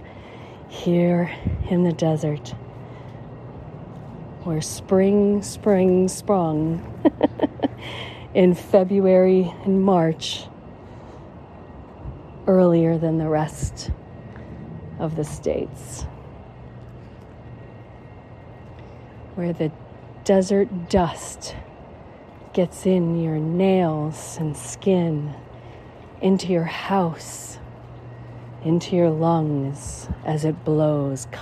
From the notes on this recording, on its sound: On the walking paths at the Spring Preserve in Las Vegas, Nevada, USA. This is a special on location Walk and Talk of our Mindfulness Summer Tour 2022.